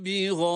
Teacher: Gâi derken burada aynı kelimede yer alması itibariyle hem met harfinin hem sebebi meddin, hemzenin aynı kelimede yer alması itibariyle meddi muttasıldır. Dört elif miktarı kadar uzatma hakkımız var.